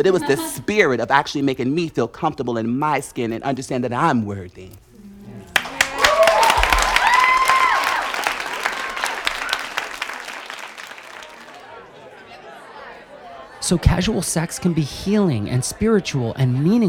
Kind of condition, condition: setting, live audience